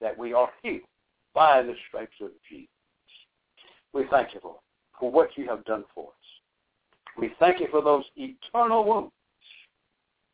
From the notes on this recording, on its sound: Bible Study via conference call